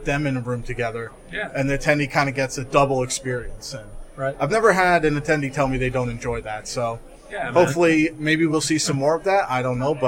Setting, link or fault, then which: setting, busy venue